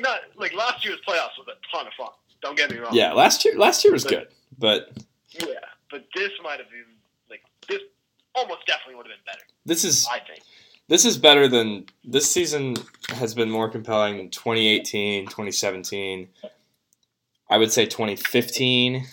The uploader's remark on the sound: over the phone